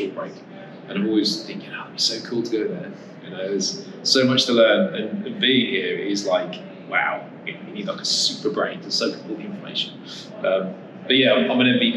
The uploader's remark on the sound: At MMS 2022. Apologies in advance for the audio in this episode, we had lots of interference with the main audio recording source so had to fall to the backup which didn't handle our location great.